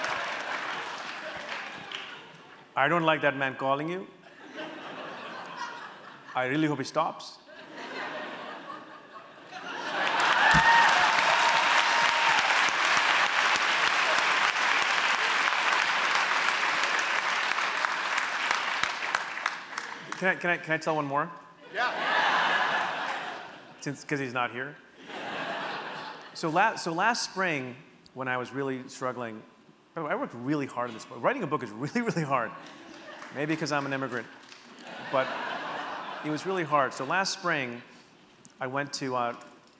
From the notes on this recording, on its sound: In this talk he muses to a Seattle audience. It took place at the Neptune theater March 27th.